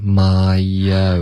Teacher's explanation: 这里有一个添加音 my own.对，有一个 y 了